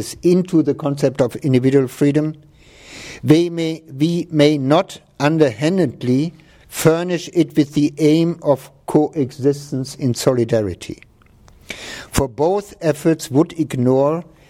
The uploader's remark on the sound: This talk, the Dewey Lecture in Law and Philosophy, was recorded on November 12, 2014.